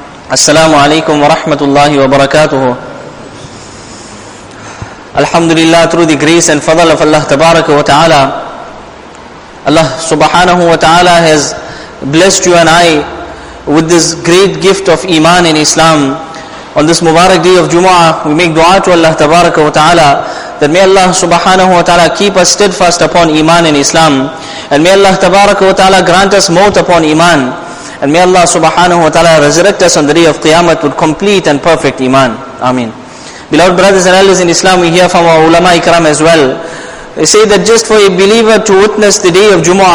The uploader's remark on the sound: Jumuah lecture